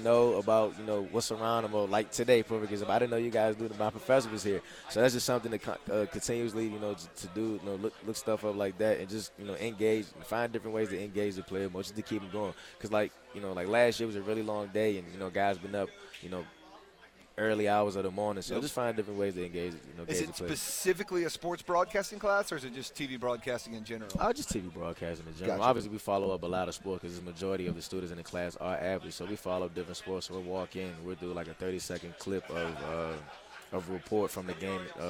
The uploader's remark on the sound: joins the SportsChannel8 crew live in Charlotte for ACC Operation Basketball